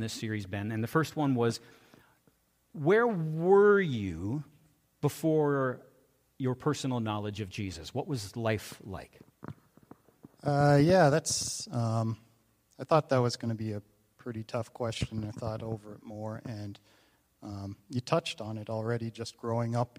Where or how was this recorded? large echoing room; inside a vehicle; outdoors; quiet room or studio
large echoing room